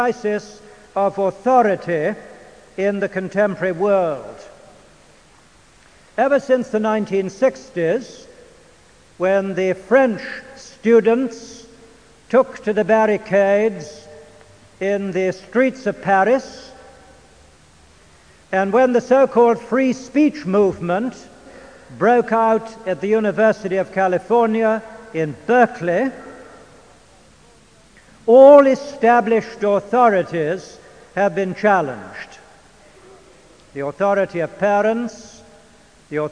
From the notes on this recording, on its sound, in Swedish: Inspelad i Immanuelskyrkan, Stockholm 1992-05-22 klockan 14.